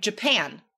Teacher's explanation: That's a noun, but we stress the second syllable.